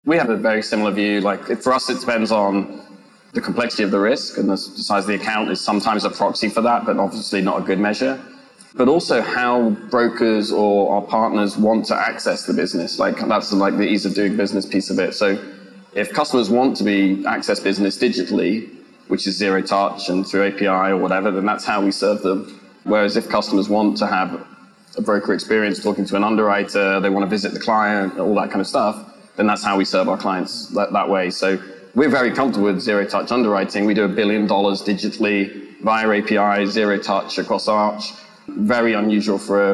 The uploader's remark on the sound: on a panel at ITC Vegas 2022